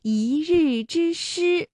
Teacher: 我们说就是把一变成四声读一